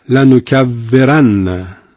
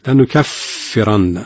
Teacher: همس یعنی اینکه حرف ف تار صوتی براش تکون نمیخوره و جهر نداره · Shown in: second take · چرا که ما اگر به ف جهر بدیم به واو فارسی تبدیل میشه. · Term: صفت همس